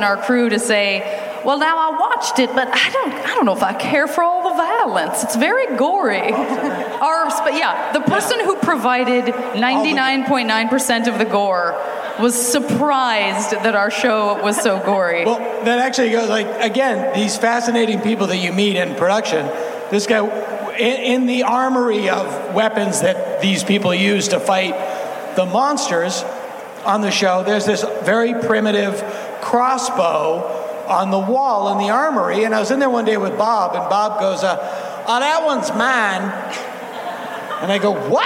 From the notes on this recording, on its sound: Live from Id10tfest